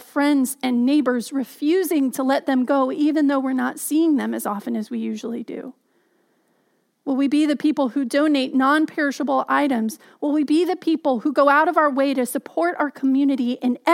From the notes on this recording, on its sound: Message delivered during the Contemporary Worship Live Stream.